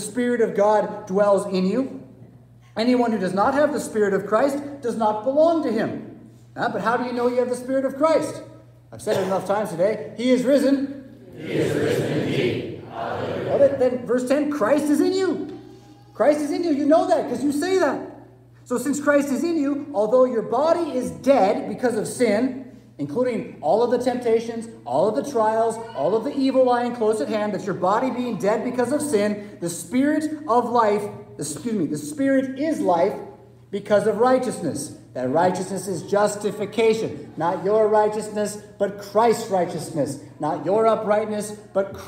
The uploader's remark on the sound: Preached at St Paul Lutheran Church , Rockford, Illinois on June 12, 2022.